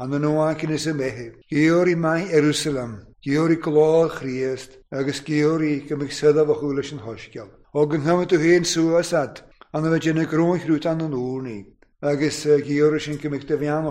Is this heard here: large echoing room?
yes